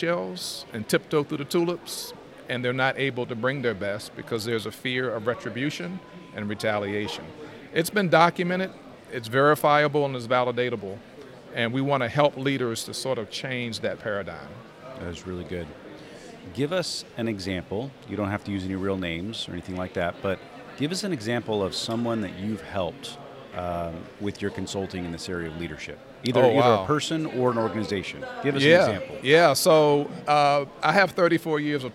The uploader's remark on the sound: LIVE at NSA 202